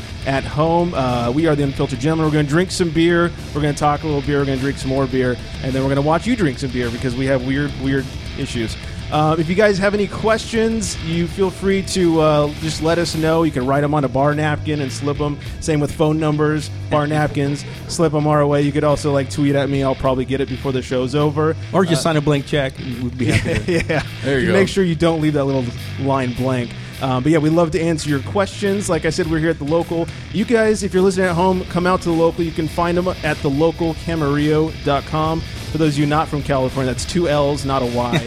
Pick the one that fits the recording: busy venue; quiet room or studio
busy venue